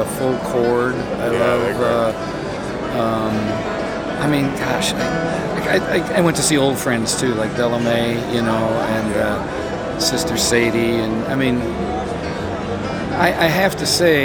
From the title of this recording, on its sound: Live From IBMA 2022